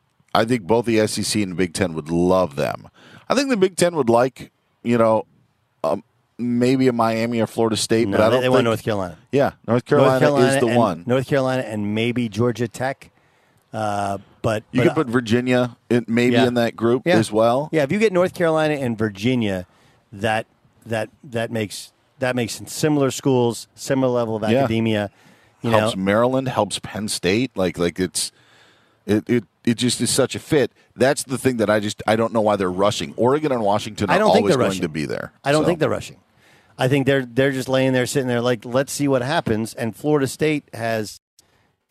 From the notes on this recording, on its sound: live from Rams Training Camp in Irvine, CA!